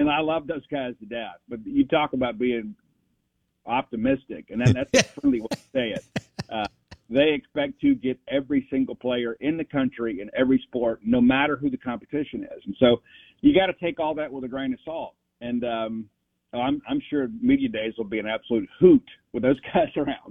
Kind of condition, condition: link, phone line